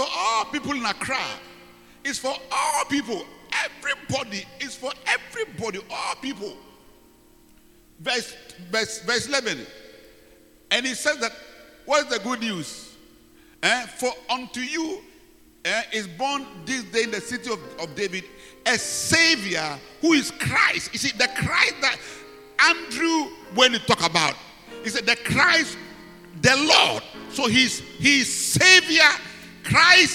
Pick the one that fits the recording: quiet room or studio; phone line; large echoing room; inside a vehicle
large echoing room